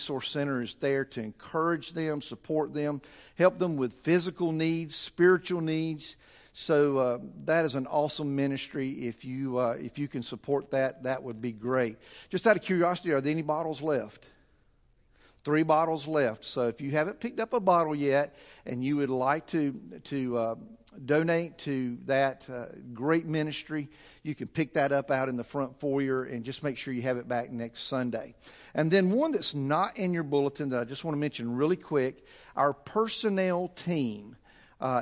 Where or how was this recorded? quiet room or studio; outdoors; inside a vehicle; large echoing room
large echoing room